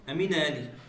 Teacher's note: تنقل الهمزة حركتها إلى النون